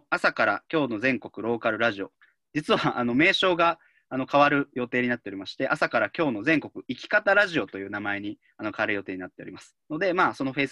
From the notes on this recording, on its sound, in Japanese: ラジオ放送は生放送で収録します。Zoomというツールを使って生放送！